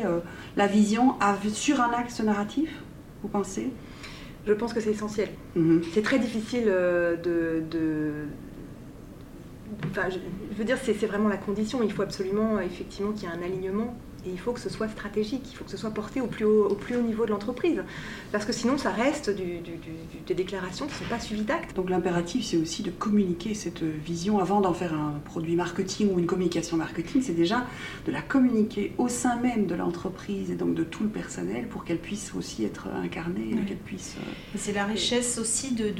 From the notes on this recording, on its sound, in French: Émission spéciale enregistrée au colloque KONTINÜUM 2020. Dans cette émission spéciale enregistrée au colloque KONTINÜUM 2020.